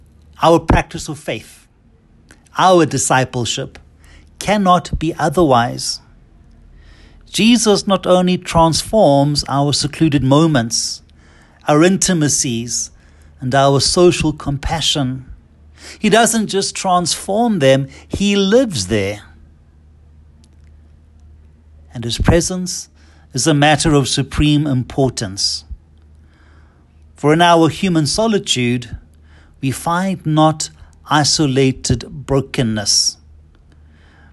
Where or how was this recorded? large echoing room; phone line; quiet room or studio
large echoing room